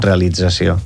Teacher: tant el so de la S sonora... com la T que passa D, perquè la S sonoritza eixa T. Per una assimilació.